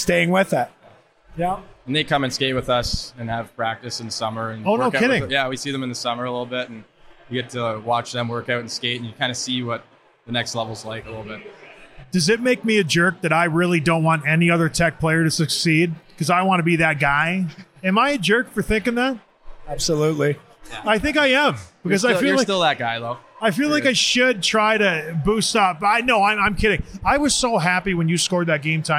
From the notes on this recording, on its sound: Live from the GLI. We returned to Van Andel Arena to watch Michigan Tech host the annual GLI tournament.